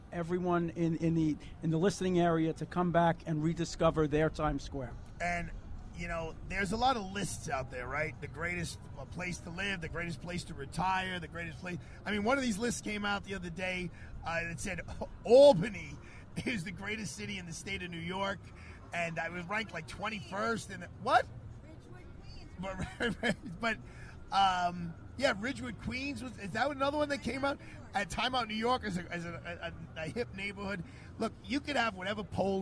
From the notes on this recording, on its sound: Live Broadcast from Father Duffy Square, in Times Square, NYC.